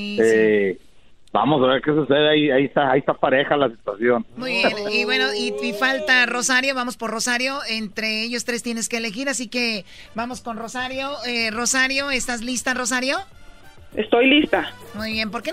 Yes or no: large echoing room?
no